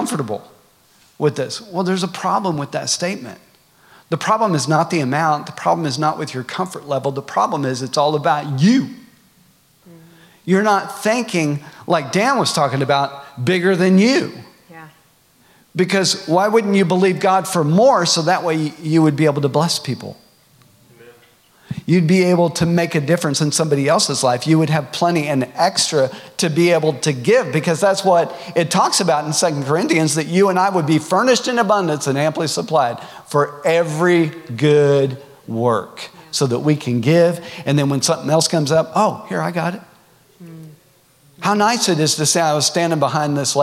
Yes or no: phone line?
no